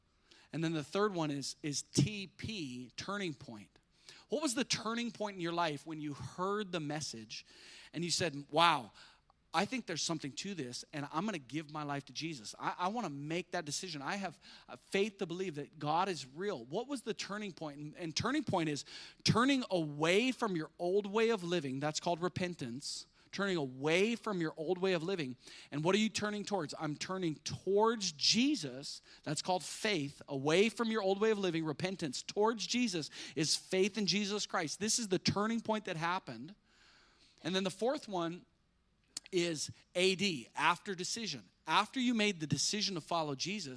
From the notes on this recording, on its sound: spoke live at our church.